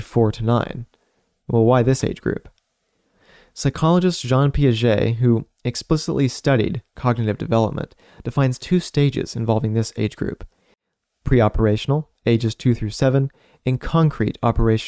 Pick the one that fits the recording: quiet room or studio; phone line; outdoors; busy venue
quiet room or studio